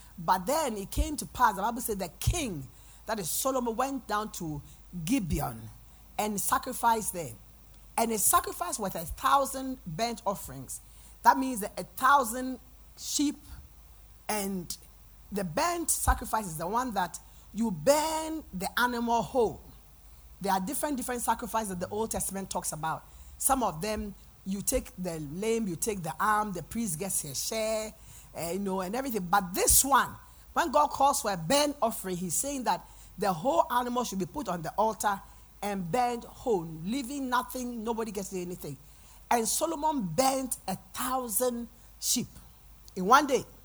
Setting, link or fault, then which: setting, large echoing room